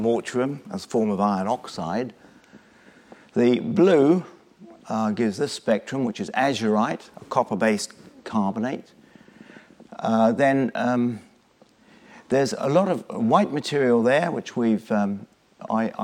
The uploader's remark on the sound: Lunch Hour Lecture on tour at the British Museum